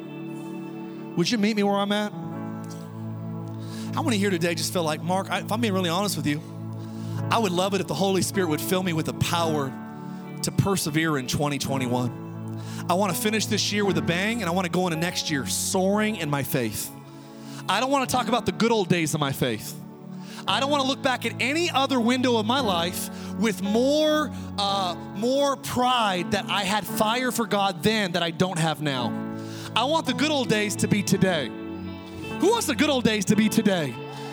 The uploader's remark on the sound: Oceans Church. Recorded from our 11am in person service in Meridian, Idaho.